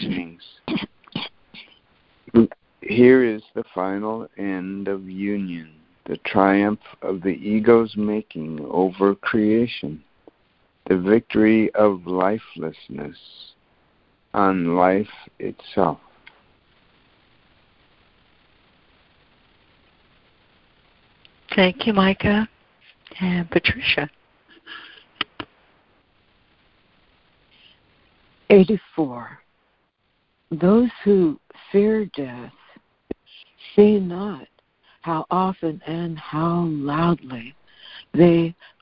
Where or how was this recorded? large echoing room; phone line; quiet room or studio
phone line